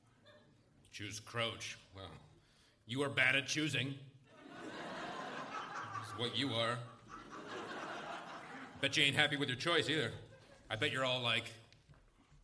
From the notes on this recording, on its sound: Recorded Live 1/9/2011 at Largo, Los Angeles.